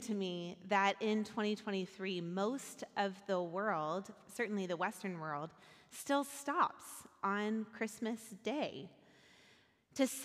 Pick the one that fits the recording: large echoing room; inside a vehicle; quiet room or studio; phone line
large echoing room